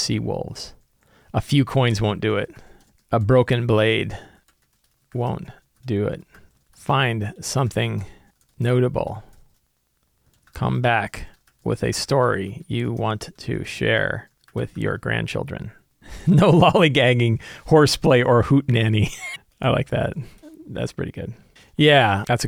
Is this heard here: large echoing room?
no